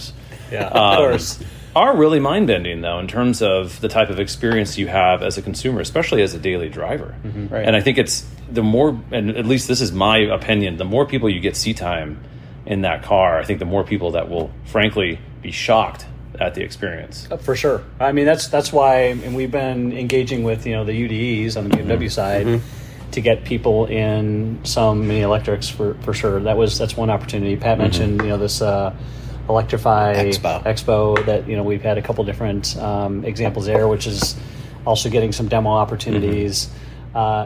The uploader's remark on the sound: Live from BMW MINI Test Fest. We recorded some time in some very cool cars.